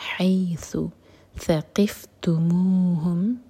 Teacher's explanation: تھا کے لیے ہماری زبان اوپر والے دانتوں کو ٹچ کرنی چاہیے اور تھوڑی سی ٹپار ہوگی